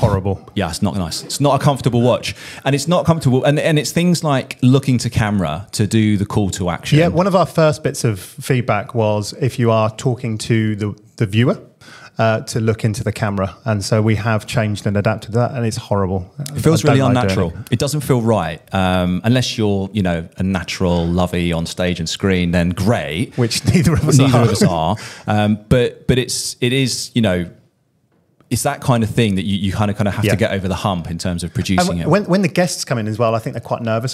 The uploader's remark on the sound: SimCast - Live From HPSN 2023. Present their podcast live from the Human Patient Simulation Network 2023 Conference in Nottingham.